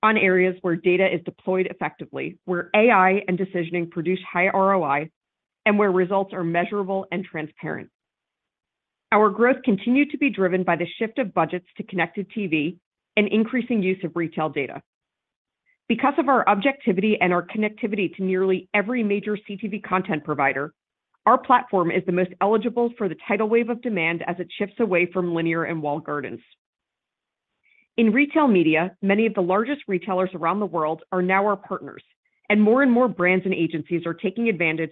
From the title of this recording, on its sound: Second Quarter 2023 Earnings Conference Call